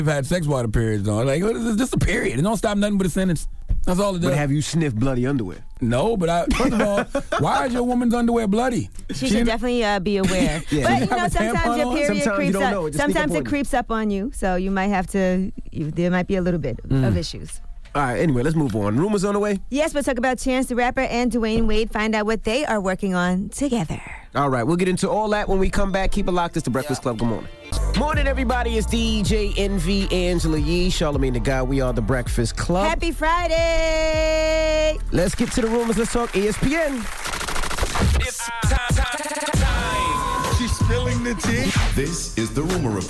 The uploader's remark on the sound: we opened up the phone lines to hear what our listeners thought